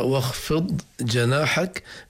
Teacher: ما في عنا إدغام الضاد في الجيم، إن الضاد نخرج من مخرجها والجيم من مخرجها